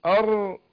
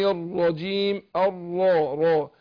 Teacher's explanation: شوف راء واحدة اهي مفخمة ومشددة. · Shown in: second take